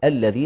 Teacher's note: شائعة، قول الحق تبارك وتعالى سيد الفاضل الذين نخلي بالنا بفتحة نفتح همزة الوصل التي جعلت قطعا نطقا فأقول الذين ولا أكسر لا أقول الذين الذين عند البدء يعني.